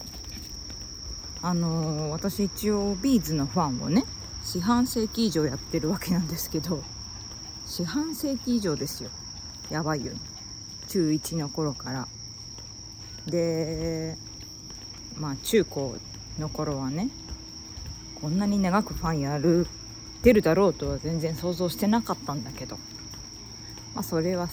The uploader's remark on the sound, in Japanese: おさんぽでPCM録音アプリを試してみたよ。アプリ PCM録音でステレオRECがどうできるかなテストを しながら。